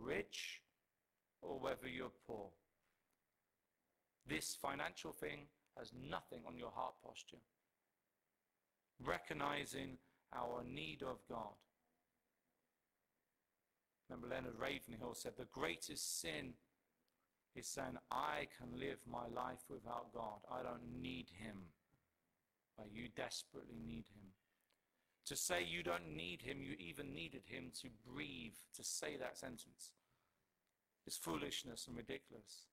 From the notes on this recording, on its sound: Our sincerest apologies for the audio quality in this message